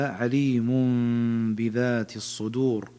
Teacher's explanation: تنوين جاء بعده حرف الباء، والباء حرف الإقلاب